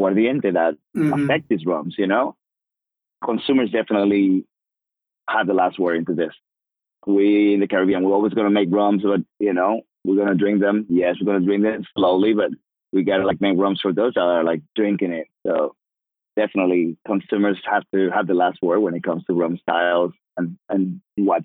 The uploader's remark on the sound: called in from the rum route